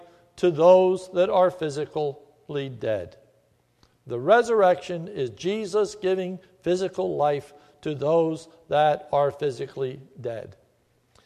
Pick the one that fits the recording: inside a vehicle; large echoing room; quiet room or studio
large echoing room